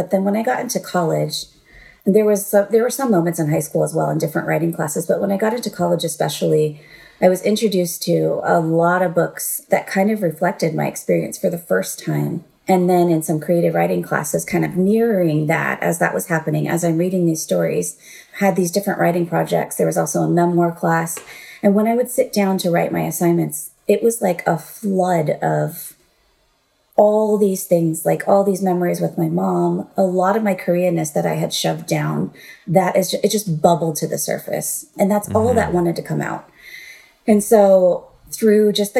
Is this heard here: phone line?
no